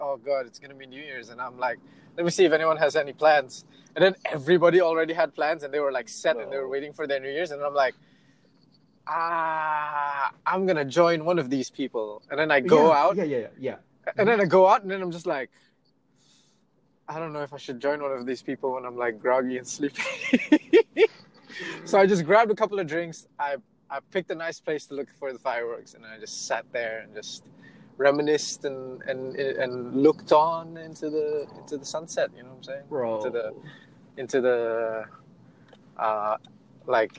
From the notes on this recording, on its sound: Totally didn't record this episode while I was driving to work.